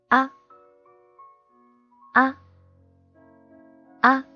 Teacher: 我们要比中文的啊的口型要小一圈儿